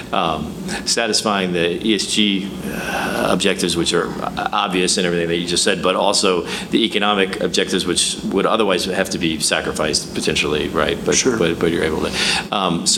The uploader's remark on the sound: On location for the big unveiling. Live at the Midland Petroleum Club.